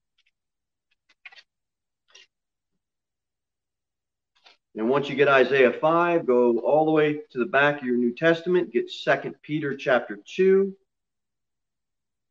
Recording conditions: large echoing room